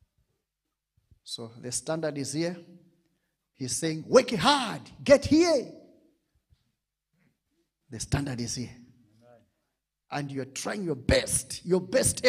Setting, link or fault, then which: setting, live audience